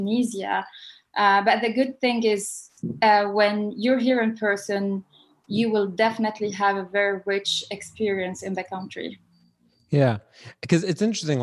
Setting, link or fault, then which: link, video call